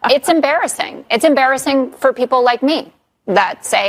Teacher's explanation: Try to overlook the horrific vocal fry when you listen to this